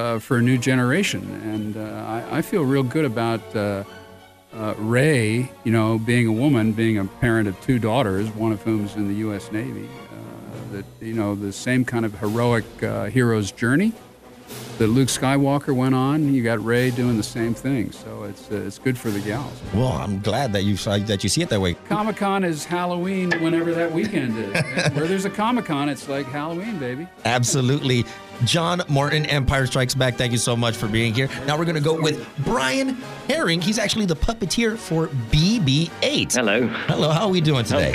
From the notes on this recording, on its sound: STCE COMIC CON 2018 INTERVIEW